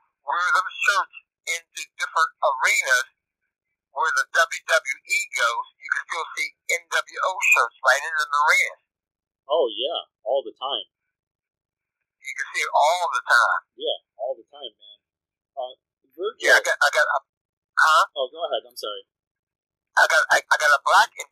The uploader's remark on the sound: This interview was conducted over the phone and cleaned up audio wise the best we could.